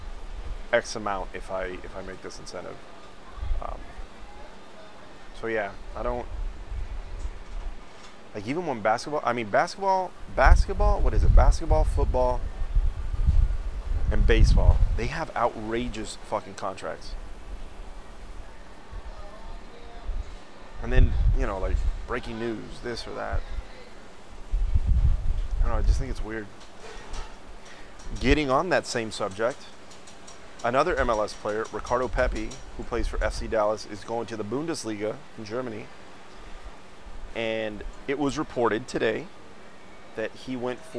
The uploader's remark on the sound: Live from KONA!!! I found a nice little spot to shoot the show. Forgive the wind it got bad a few times but that view.